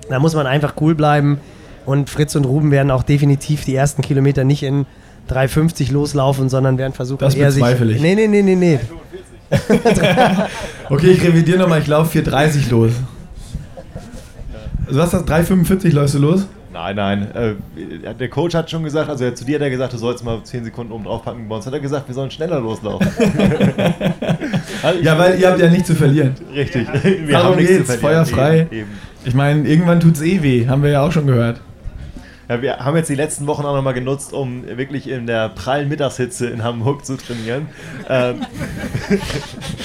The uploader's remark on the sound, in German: Podcast Triathlongelaber live aus Roth. Auf der Messe.